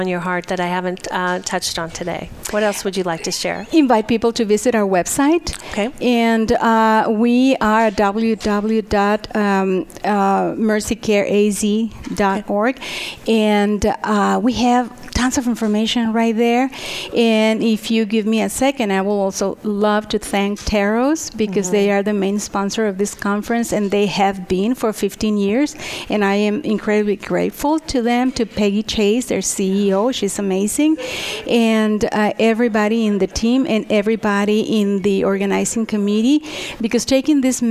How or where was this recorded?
busy venue